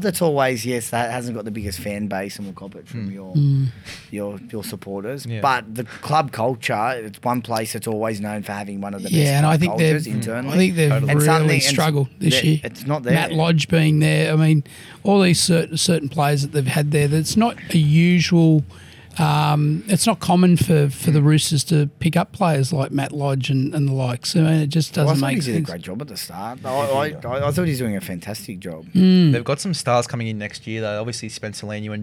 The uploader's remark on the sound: This podcast was recorded at The Village Inn, Paddington